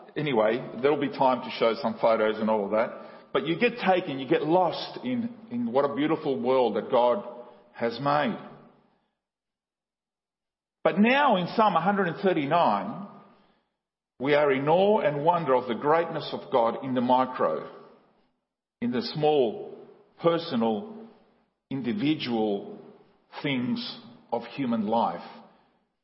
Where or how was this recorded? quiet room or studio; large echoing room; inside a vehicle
large echoing room